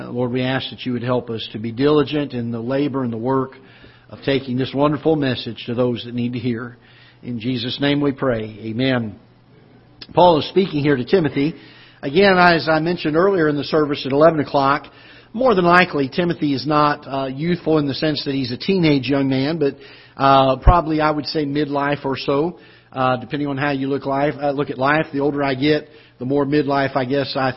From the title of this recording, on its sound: Ketha Heights Baptist Church ~ Live Broadcast